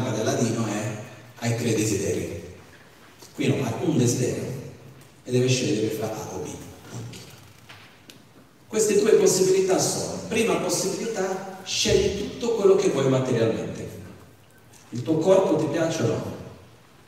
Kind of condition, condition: setting, live audience